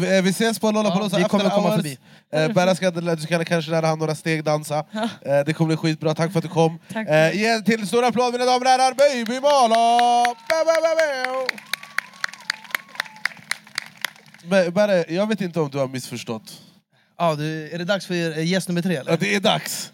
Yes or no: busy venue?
yes